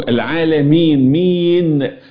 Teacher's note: وخلي بالك العالمين، وحوضح لك بالنسبة للعالمين صفة التوسط البينية في النون، النون فيها صفة البينية التوسط هكذا، النون تخفى فحل في إظهارها في النحو العالمين مين، مش معنى ان في الآخر ألغي النون، فيها صفة البينية، يعني لا هي جهر قوي ولا هي رخاوة قوي، إنما هي أقرب للجهر، يعني فيها شيء من حبس الصوت.